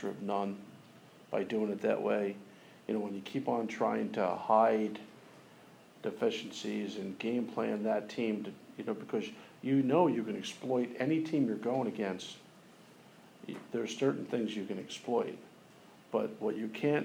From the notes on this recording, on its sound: press conference